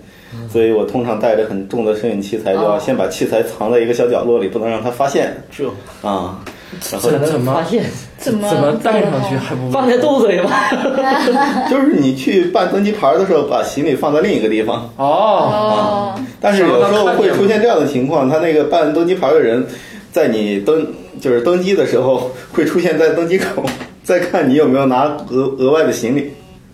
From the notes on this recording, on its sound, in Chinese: 本期节目为新设备电容烧坏后，又回到录音笔录制阶段的录制成品，洋桥大厦某房间内录制，如有太多瑕疵，还请多多包涵。